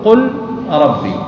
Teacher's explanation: اللام أدغمت في الراء · Term: إدغام المتقاربين